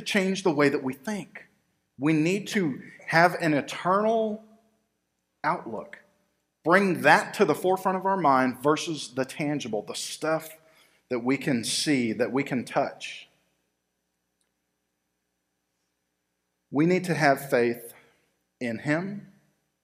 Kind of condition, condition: setting, large echoing room